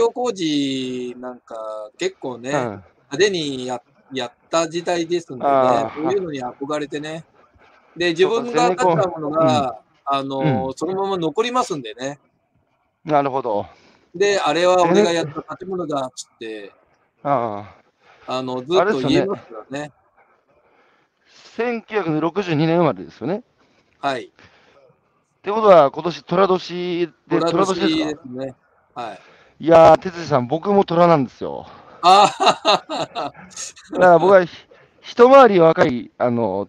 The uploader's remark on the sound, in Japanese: 歩きながら1時間、対談する